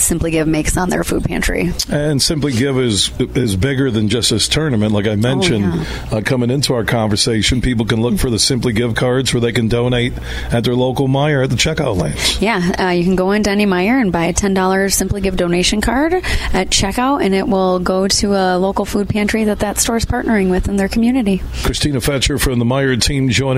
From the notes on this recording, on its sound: we're broadcasting live from the Blythefield Country Club which is home to the Meijer LPGA Classic